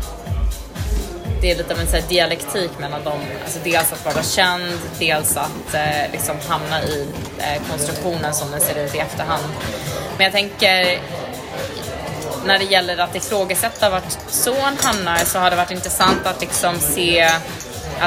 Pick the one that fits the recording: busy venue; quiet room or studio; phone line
busy venue